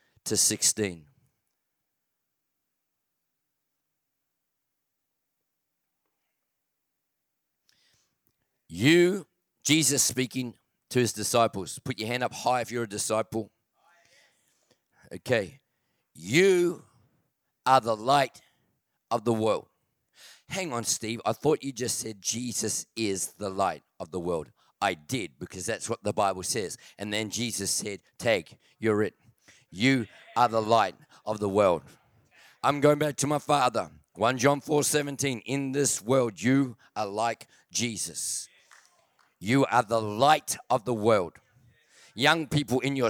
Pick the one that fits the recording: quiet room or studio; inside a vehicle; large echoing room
large echoing room